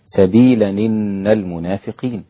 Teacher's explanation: إذا وصلت الآيتين بعضهما ببعض تقول سبيلا إن المنافقين. أما ورش فينقل حركة الهمزة إلى الساكن قبلها وهو التنوين